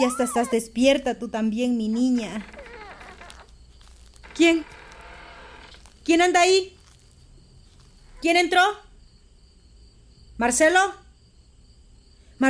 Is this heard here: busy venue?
no